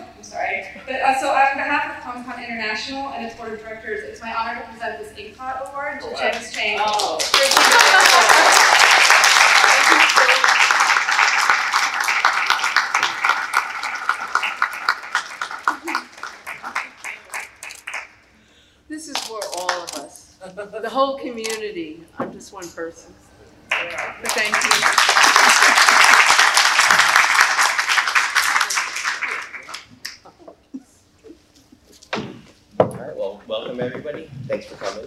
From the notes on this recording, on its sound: The following podcast is the audio recording taken from Comic-Con 2023.